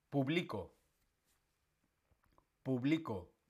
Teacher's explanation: El acento está en la segunda sílaba